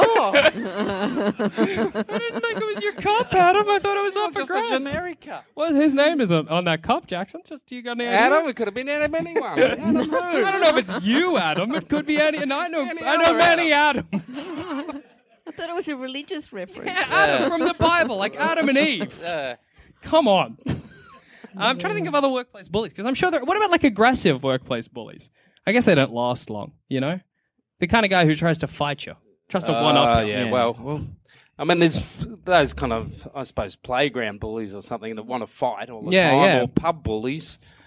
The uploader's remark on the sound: Live from Fringe! Live at Fringe.